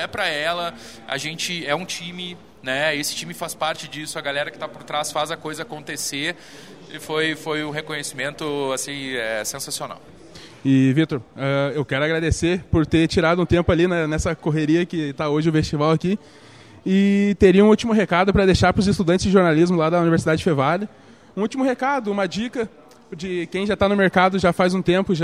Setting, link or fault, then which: setting, busy venue